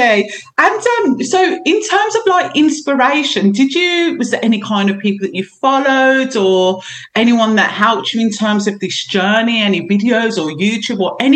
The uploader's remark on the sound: Our apologies for some technical sound issues we had, but we tried our best to make it as smooth and enjoyable as we can.